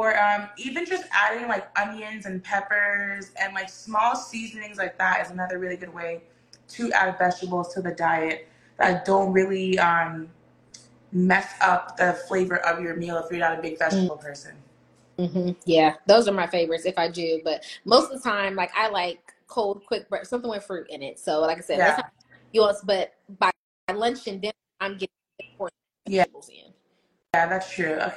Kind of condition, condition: fault, drop-outs